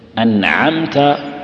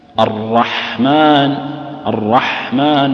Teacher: العين تخرج منعمة والحاء تخرج مبحوحة من غير تكلف